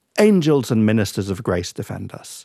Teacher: So the first syllable is stressed really hard